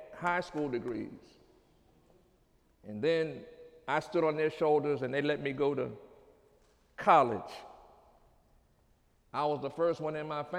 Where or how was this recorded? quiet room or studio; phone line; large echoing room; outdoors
large echoing room